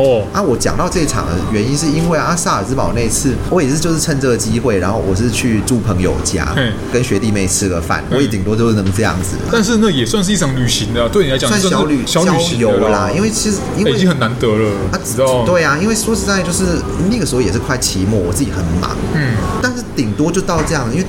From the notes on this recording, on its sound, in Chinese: 本集白噪音指數：蚊風級 1/5。錄音地點： BUZZ Cafe & Beer。